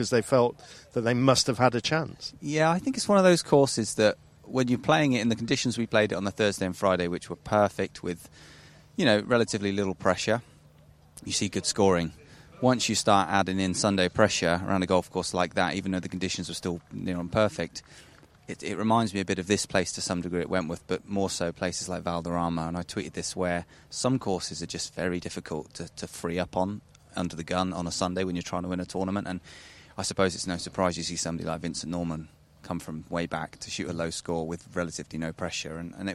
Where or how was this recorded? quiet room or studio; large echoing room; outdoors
outdoors